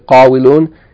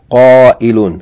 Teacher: But instead, that waw in the ism fa'il becomes hamza. The waw becomes hamza.